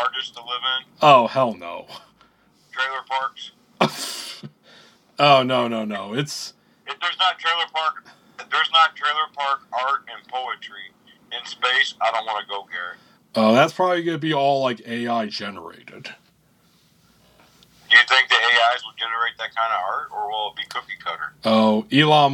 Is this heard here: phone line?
yes